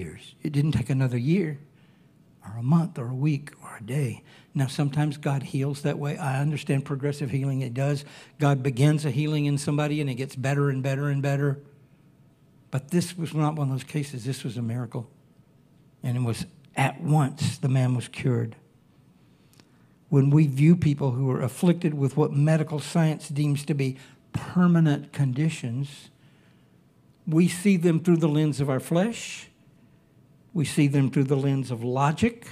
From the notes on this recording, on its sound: Recorded Sunday evening service at Reunion Hawaii